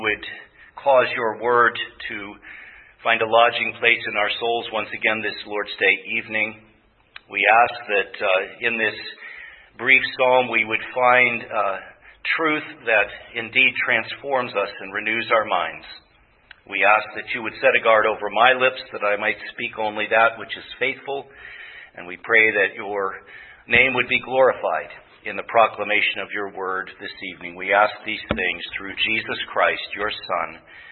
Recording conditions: large echoing room